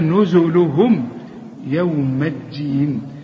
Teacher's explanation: يوم الدين كل الحروف مرققة